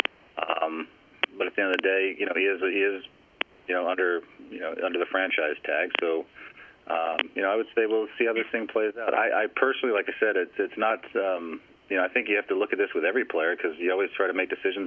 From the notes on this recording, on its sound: Jets GM Addressed Reporters During a Friday Conference Call